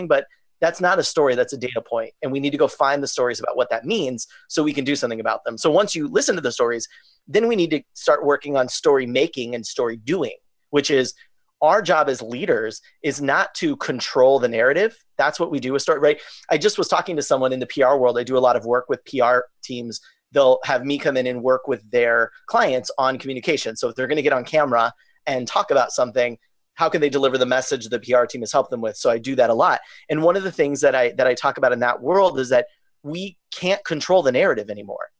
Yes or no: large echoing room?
no